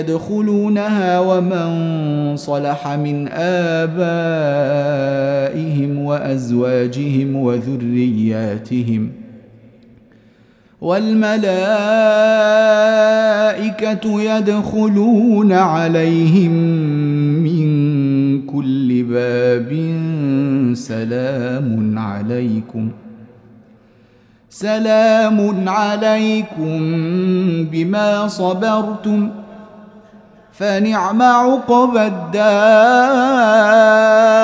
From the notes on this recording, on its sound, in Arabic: مسجل من صلاة التراويح بمسجد السلام بحي مشرفة بجدة.